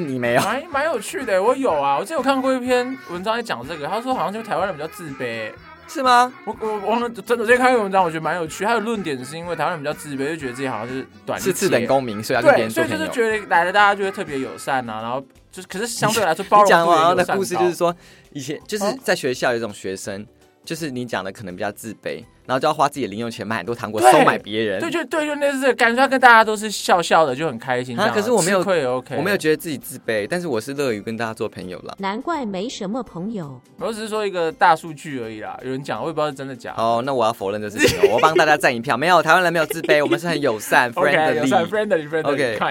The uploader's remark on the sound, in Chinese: 藝術聲鮮ART TAIPEI Live Talk